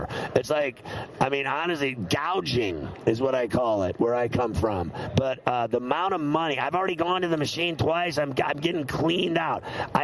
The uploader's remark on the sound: Live From Radio Row in Las Vegas!